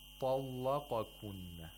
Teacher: The lam is pronounced with taghlil.